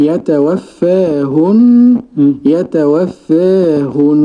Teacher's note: أولا الفتح والتقليل لورش